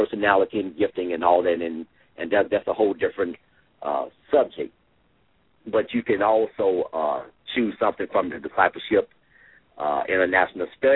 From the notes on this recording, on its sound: LML uses a progressive live call in format.